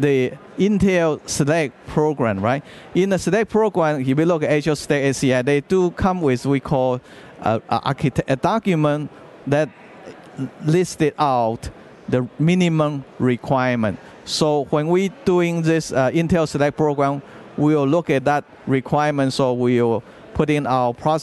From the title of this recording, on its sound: LIVE from Microsoft Ignite in Orlando Florida